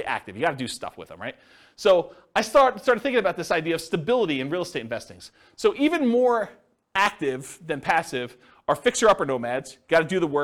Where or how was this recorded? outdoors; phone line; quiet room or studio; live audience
live audience